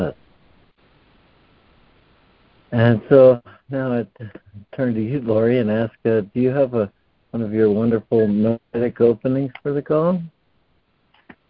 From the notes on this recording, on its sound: ACIM Daily Conference Call